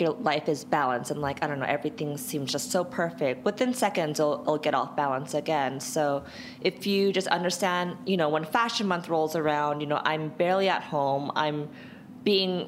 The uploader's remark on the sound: Live at Create & Cultivate Chicago